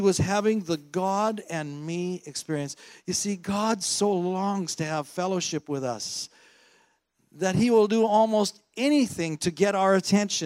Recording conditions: large echoing room